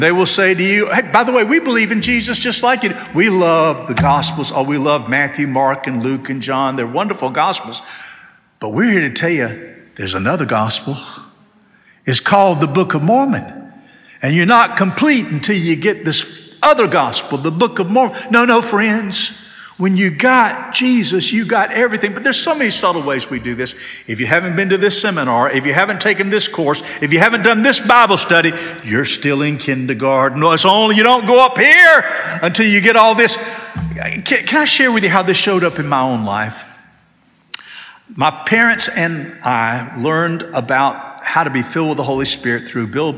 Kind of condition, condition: setting, large echoing room